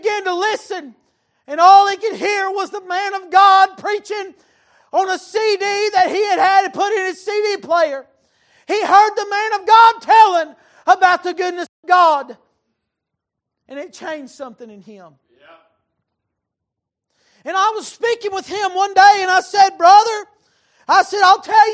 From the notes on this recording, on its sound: Recorded March 15, 2023 - Wednesday Evening Service